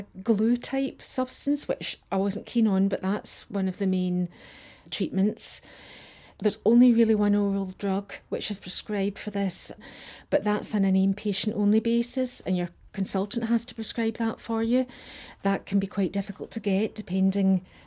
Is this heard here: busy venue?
no